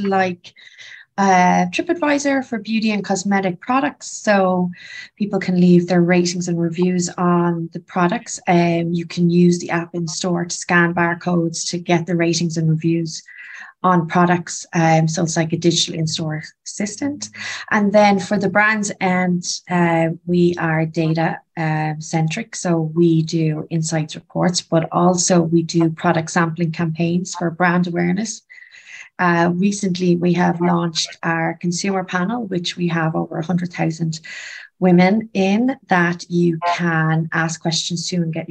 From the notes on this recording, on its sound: a recording of a live webinar